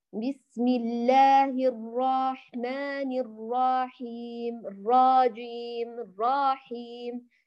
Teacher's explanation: أدخلت ألفا بين الراء والحاء أو بين الراء والجيم · Term: التمطيط والإدخال